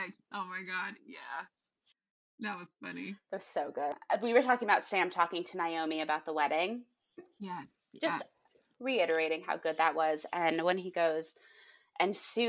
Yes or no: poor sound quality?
yes